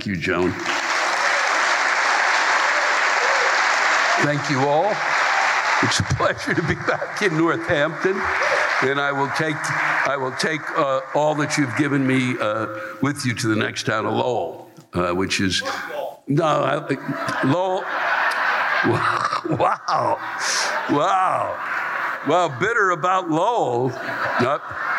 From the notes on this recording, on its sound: The live rants come from this past weekend’s shows at the Academy of Music in Northampton, MA and the Lowell Memorial Auditorium in Lowell, MA.